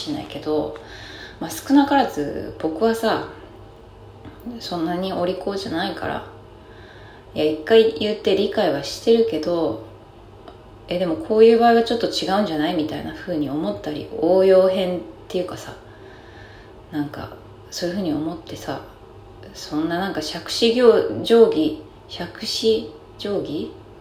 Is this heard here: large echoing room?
no